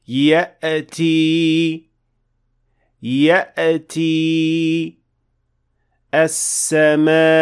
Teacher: some sort of a qalqala or a slight ha sound following the hamza directly